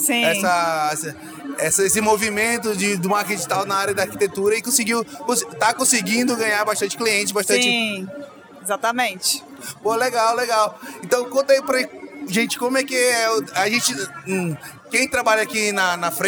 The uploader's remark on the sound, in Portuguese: Live and Stereo at The Week: Day 2 and Day 3. Aproveitem a segunda metade do conteúdo gravado ao vivo no nosso estande do podcast.